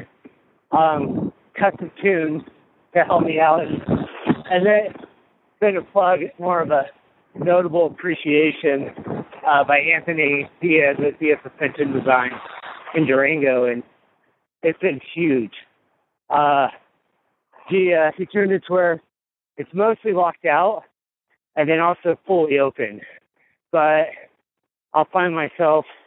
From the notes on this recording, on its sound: called in from Leadville